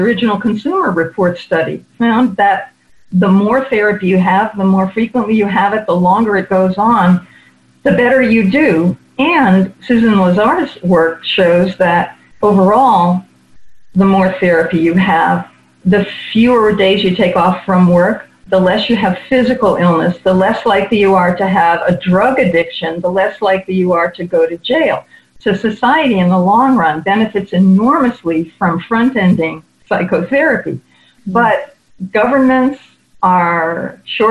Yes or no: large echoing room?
no